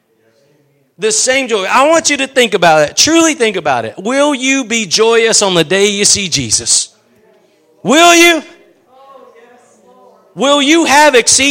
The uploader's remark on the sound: Preached at Gospel Lighthouse in Bossier City, La.